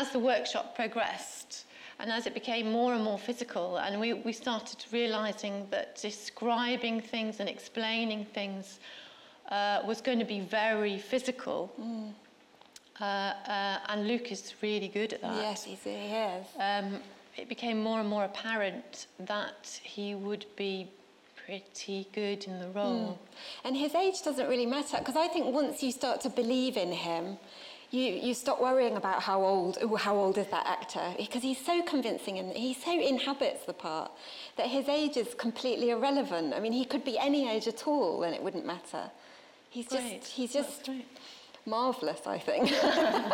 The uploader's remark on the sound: This is a live recording from a Platform event.